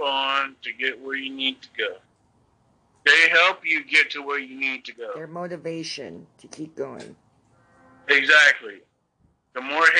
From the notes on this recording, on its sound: a phone chat